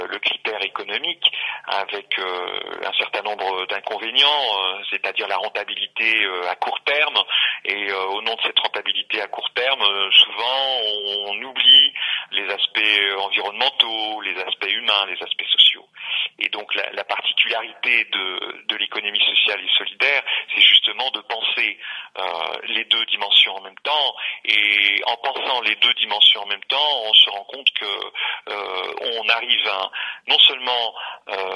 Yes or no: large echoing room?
no